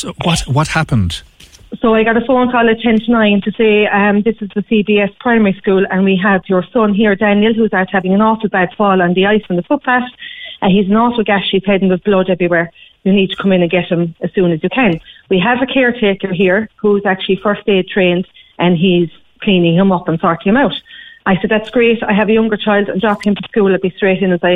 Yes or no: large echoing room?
no